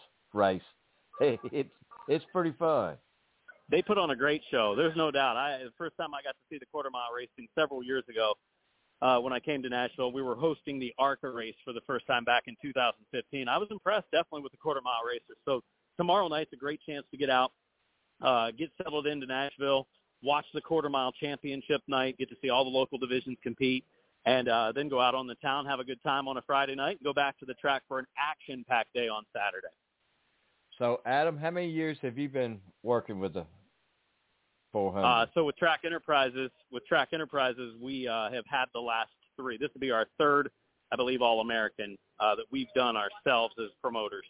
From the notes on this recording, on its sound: the next guest to call